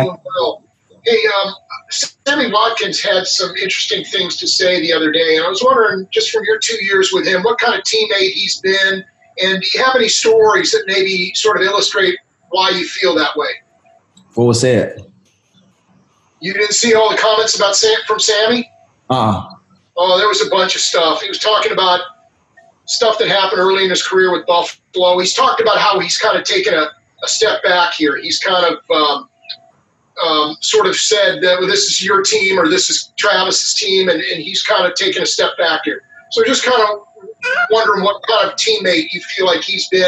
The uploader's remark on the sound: Hear the Zoom conference calls.